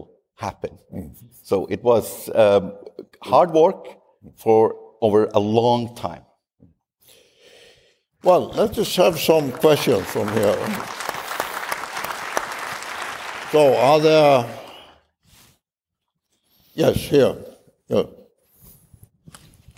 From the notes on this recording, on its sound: This event originally took place at the 2023 Arctic Circle Assembly. The speech is followed by a Q&A with the audience.